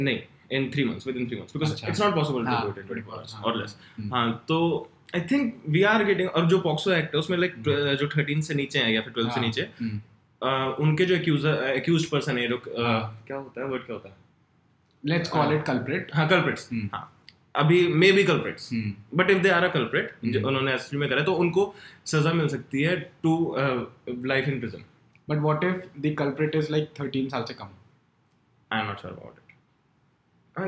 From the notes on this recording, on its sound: This podcast was recorded as video but the memory card got corrupted and the audio is also fucked.